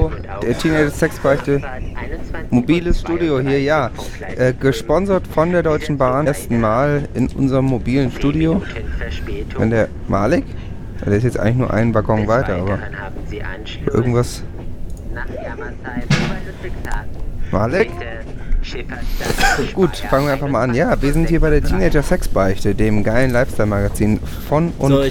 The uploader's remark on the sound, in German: Live aus voller Fahrt mit der deutschen Bahn.